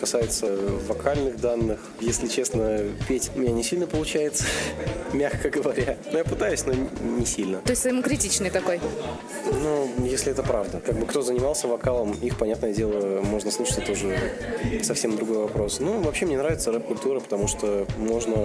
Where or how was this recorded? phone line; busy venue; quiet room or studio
busy venue